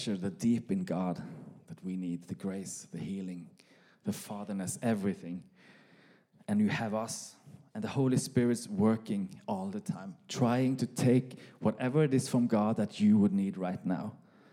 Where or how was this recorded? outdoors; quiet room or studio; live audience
live audience